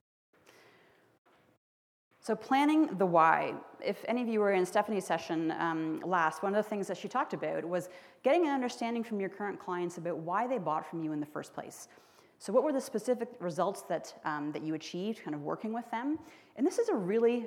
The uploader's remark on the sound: spoke to an audience full of entrepreneurs at our skucon conference in Las Vegas